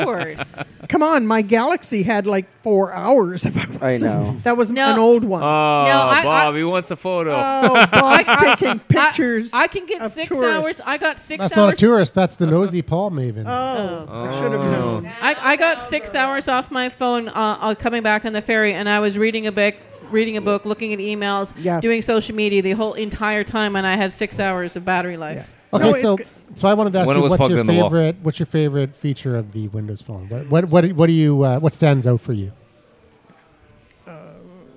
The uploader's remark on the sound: The Bunker Project is recorded with a live interactive studio audience. In downtown Vancouver or via Google + Hangout.